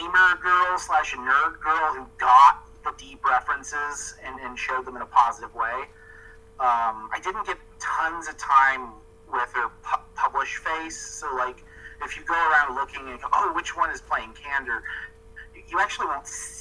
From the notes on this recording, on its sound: Sorry about the rough audio